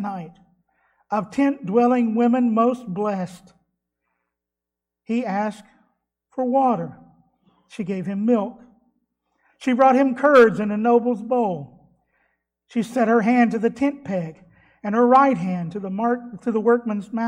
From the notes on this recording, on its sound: was delivered at Trinity Baptist Church on Sunday morning, June 6th, 2021.